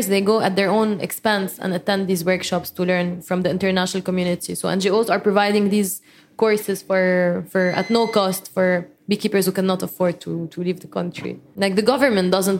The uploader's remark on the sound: Taped live at Aaliya's Books.